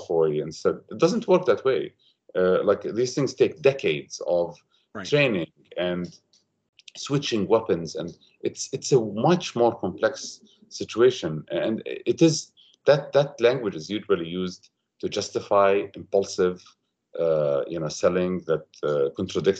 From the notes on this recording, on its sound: This recording was taken from our webinar which was help last Friday March 4th.